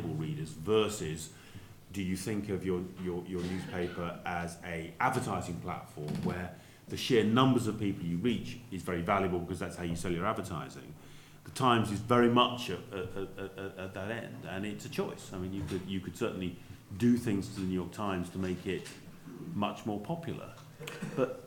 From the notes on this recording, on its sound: Panel debate at the 30th Anniversary Reunion of the Journalism Fellow Programme.